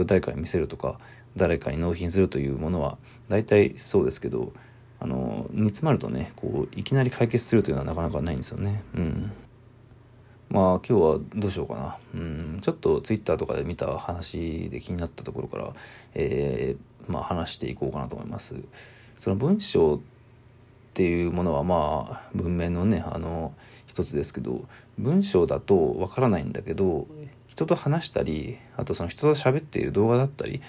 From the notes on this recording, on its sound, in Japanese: From Radiotalk。ボイスメモです。